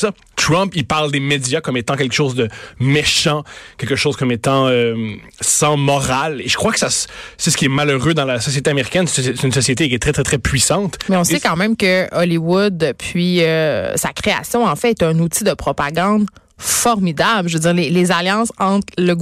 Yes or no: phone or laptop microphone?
no